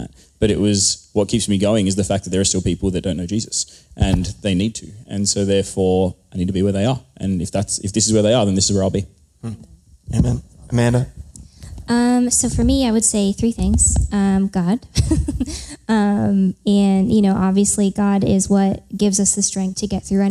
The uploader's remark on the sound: live from the first ever Nerd Culture Ministry Summit.